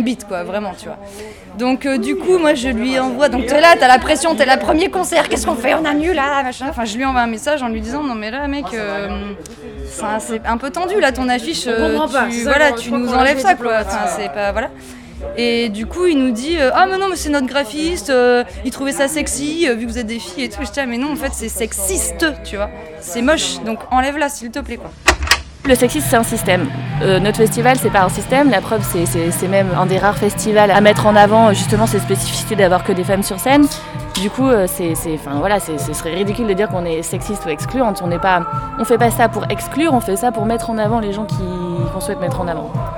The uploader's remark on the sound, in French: Festival "Comme Nous Brûlons". Chick Sound s'est rendu au festival.